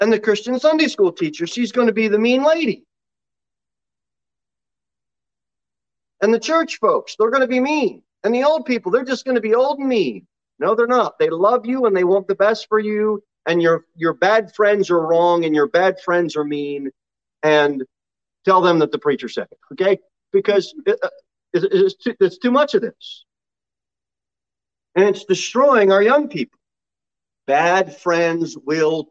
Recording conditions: large echoing room